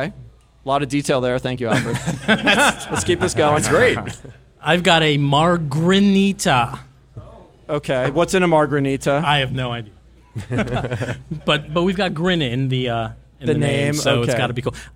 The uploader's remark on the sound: This special episode was recorded in front of a live audience during the recent AAO in Miami. At Bodega Speakeasy during the AAO Annual Session in Miami Beach, FL.